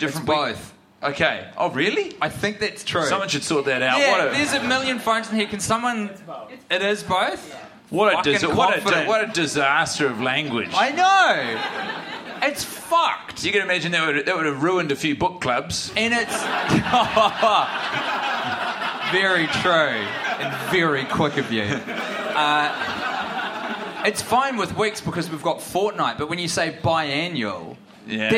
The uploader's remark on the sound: Recorded in front of a live audience in Melbourne